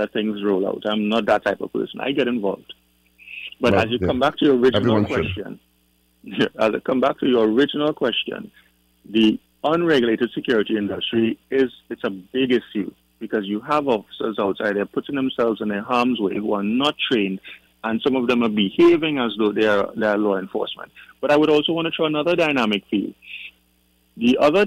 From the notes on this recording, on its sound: During this hour we take calls from our audience